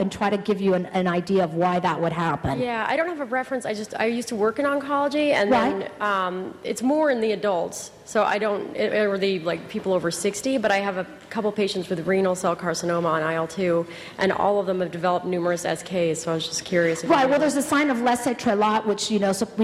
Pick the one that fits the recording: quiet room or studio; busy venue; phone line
busy venue